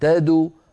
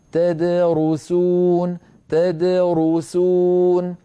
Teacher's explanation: فالدال تد ساكنة مقلقلة والرو مضمومة، إذا ضم الشفتين للراء وليس للدال قبلها · Shown in: second take · فلا يسرعن قارئ فيقول تدرسون تدو ويضم شفتيه عند الدال، هذا يؤدي إلى اختلال الصوت وانتقال الحركة من حرف إلى حرف قبله، فعلينا أن ننتبه وننطق هكذا تدرسون تدرسون وبما كنتم تدرسون، فنعطي كل حرف حقه من الحركة والسكون.